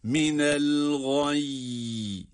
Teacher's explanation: Kad tebeyyene idgam mütecanisein, yani dal harfi ta harfine idgam edilerek kad tebeyyene'r-rüşdü minel gay. Burada el gay kelimesindeki duruşumuzda da iki tane cezimli ya sesi çıkaracağız